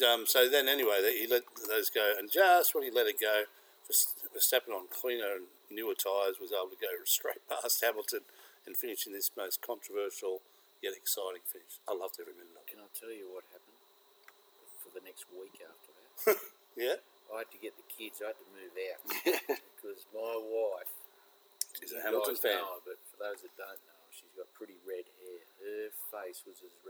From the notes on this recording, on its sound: Largest Southern Hemisphere MAN CAVE. Oh yeah the noise you can hear is the crickets its all part of the atmosphere.